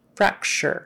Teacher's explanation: And that CT in the middle is an SH sound. Fracture. And the UR, in this case, fracture, is an like an ER sound.